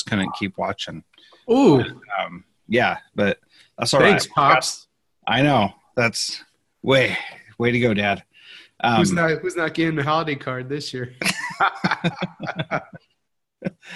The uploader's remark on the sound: Live Webinar